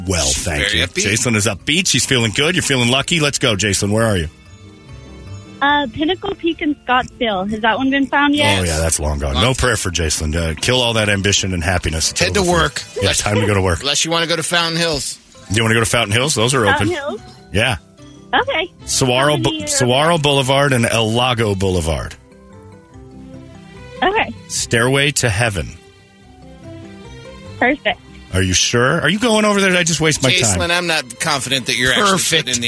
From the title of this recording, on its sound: Third And Fourth Rounds Of Call Ins